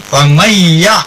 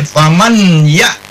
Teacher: Jadi nunnya langsung dibaca kepada ya, ditasdidkan ke ya. · Shown in: first take · Term: idgham bigunnah